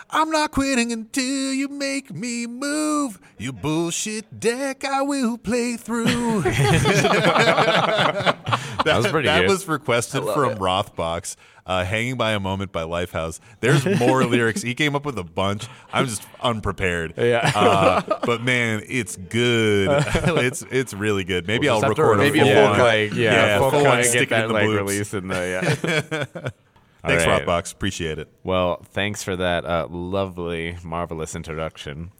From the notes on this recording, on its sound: This episode was recorded live at MTG Summit.